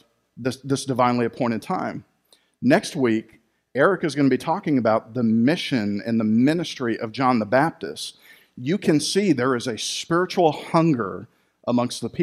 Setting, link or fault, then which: setting, large echoing room